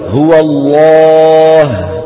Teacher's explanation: تغلظ العرب اللام بإجماع كل القبائل العربية متفقة في لفظ الجلالة الله إن سبق بفتحة أو ضمة · Term: اللام المغلظة